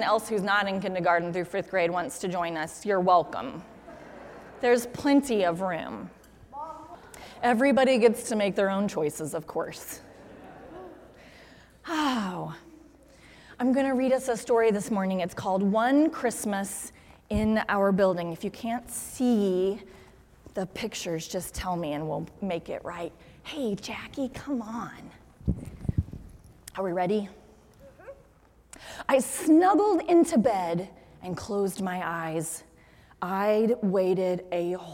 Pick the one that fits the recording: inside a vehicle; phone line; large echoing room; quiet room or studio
large echoing room